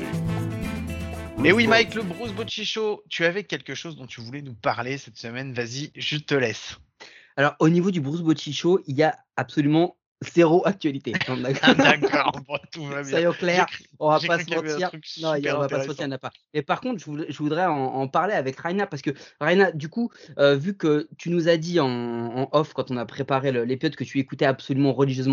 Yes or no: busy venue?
no